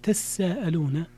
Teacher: ومن قرأ تساءلون فقد أدغم. نعم. أدغم التاء في السين. وهذه القراءة الثانية تساءلون بتشديد السين، قرأ بها البقية.